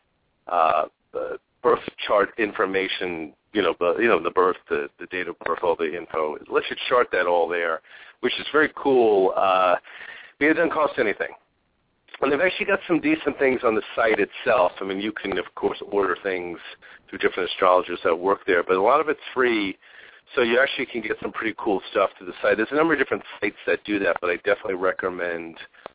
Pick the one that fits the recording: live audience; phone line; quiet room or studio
phone line